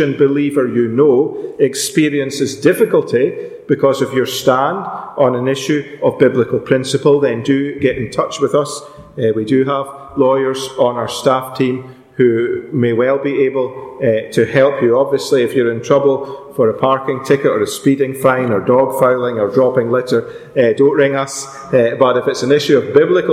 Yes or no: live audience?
yes